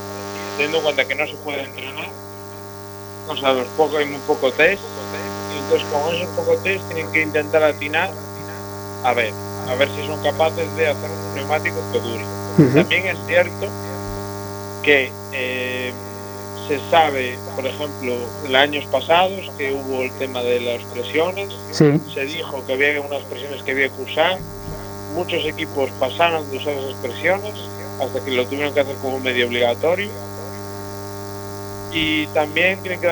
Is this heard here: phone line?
yes